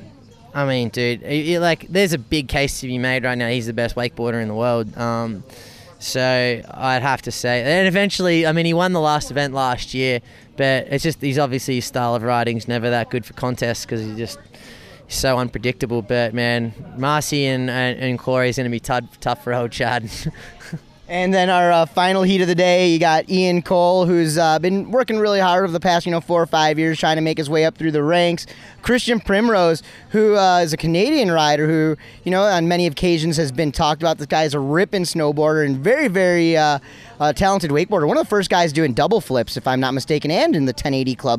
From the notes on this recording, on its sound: Episode 76 is an “Event-Cast” from the Malibu Factory Smoky Mountain Pro, stop one of the 2017 Malibu Boats Evolution Pro Series. This podcast was recorded on-site outside of Knoxville, TN at the Malibu Factory during the contest and includes audio from the event and athletes.